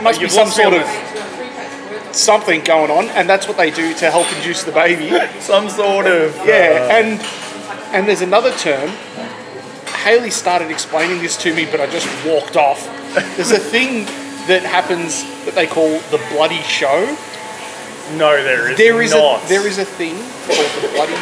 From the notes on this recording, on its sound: The audio in this one isn't the greatest, as it was recorded in a coffee shop. Also, the microphones didn't work.